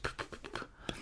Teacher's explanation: And it's voiceless in that you don't vibrate your vocal cords.